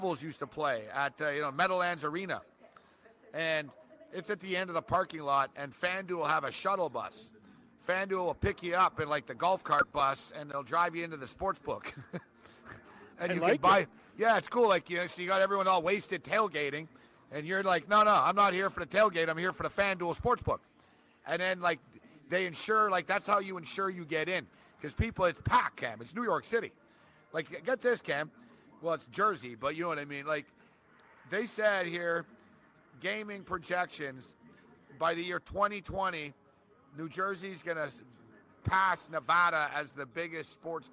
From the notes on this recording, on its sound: live from the sportsbook in NJ